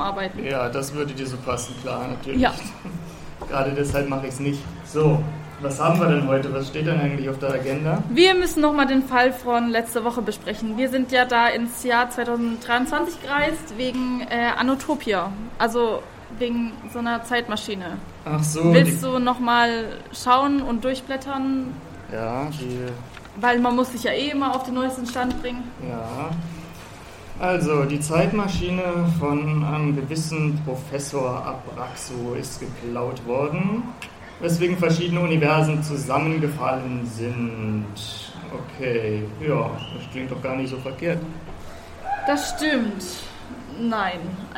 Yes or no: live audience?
yes